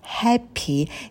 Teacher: Не забывайте на «п» добавлять придыхание.